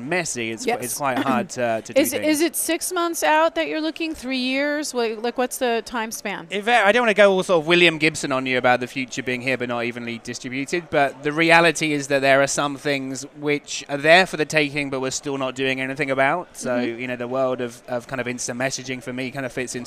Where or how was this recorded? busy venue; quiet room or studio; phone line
busy venue